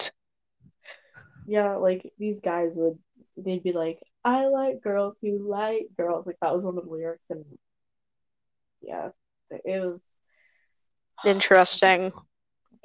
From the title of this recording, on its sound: more technical difficulties